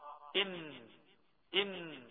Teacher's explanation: المخرج العاشر التاسع أو العاشر، نعم المخرج العاشر هو من طرف اللسان مع ما يحاذيه من لثة الأسنان العليا تحت مخرج اللام قليلا · Term: النون المظهرة